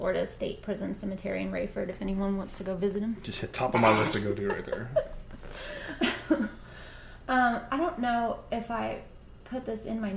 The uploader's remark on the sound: We record in our office, so we do pick up some background sound from the house and we did order some new equipment to help improve sound.